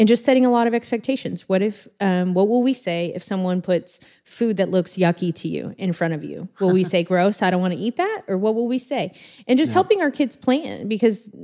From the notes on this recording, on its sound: Live Q&A in Dallas. Answer questions from a live audience.